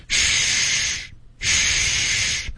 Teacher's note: 是一个虚的开头，你要嘟嘴，然后发这个 sh 的音